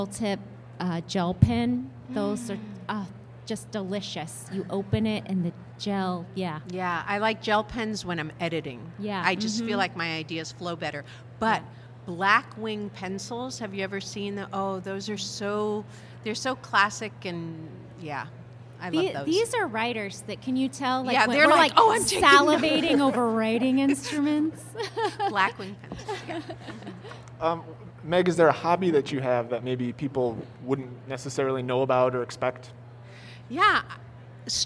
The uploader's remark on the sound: Part two of a special LIVE episode.